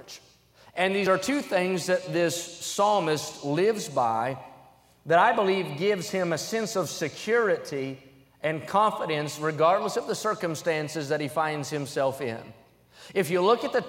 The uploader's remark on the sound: During the Wednesday Evening service on July 5, 2023, at North Valley Baptist Church in Santa Clara, California.